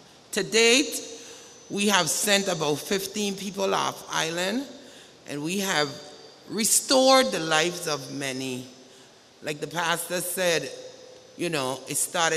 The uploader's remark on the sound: Live Sunday Service with St. John's Episcopal Church U.S.V.I